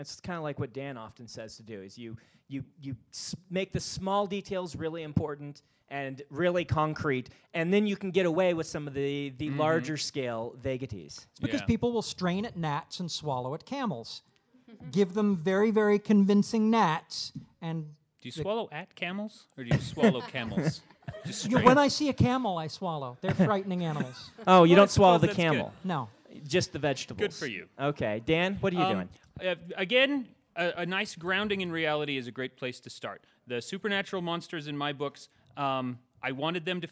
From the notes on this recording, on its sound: This episode was recorded live at CONduit in Salt Lake City.